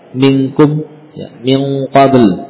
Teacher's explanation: Apakah bacaan ikhfa boleh dibaca eng ya pada tempatnya minkum ya, min qabl ya. Ketemu kaf dan qaf dibaca ng eng.